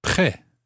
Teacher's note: It's spelled P-R-E circumflex T. Now, the T at the end is silent, like most T's at the end of most French words.